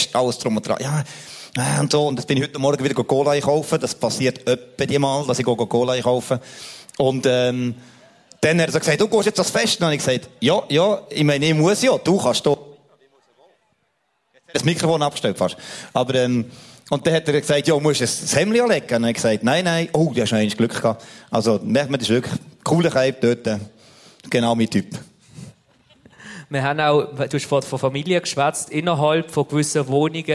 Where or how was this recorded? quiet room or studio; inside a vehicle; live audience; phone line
live audience